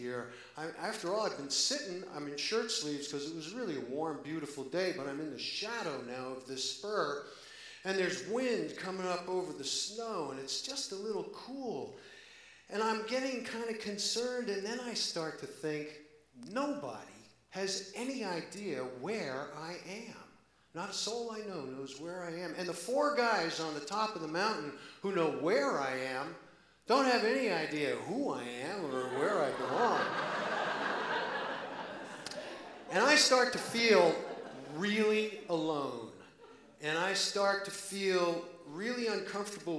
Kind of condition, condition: setting, live audience